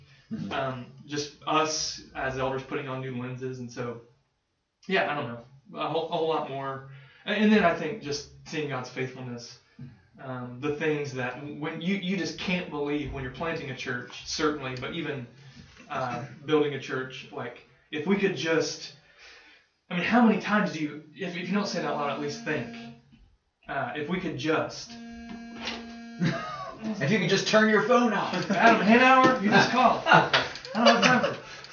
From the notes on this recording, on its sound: Sorry about the audio quality on this one, folks! It appears as if the built-in laptop mic was capturing the audio instead of our nicer stand-alone microphone.